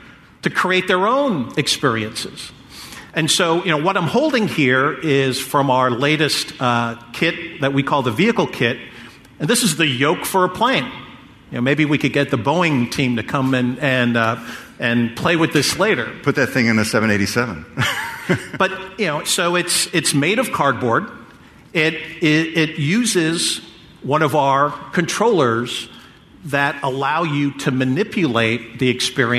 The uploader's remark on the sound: Recorded live at the GeekWire Summit.